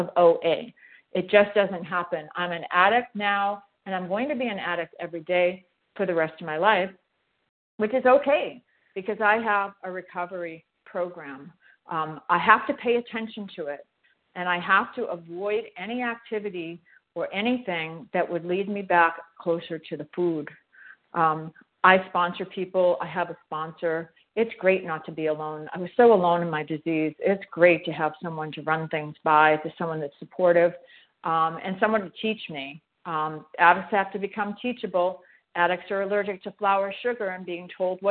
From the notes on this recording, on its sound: from the 100 Pounders Phone Meeting